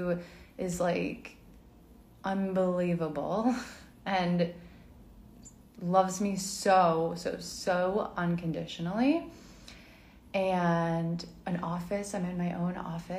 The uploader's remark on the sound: This is a replay from an IG live